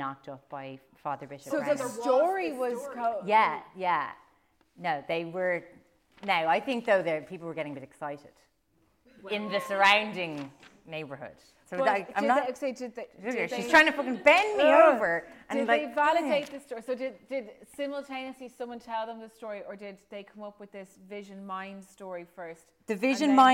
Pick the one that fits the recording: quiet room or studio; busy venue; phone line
busy venue